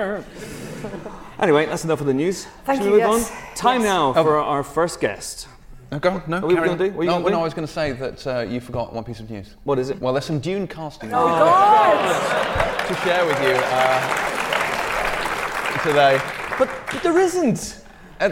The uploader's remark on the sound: Live Special at the Glasgow Film Festival. The team journeyed North to bonnie Scotland to record live at the Glasgow Film Festival.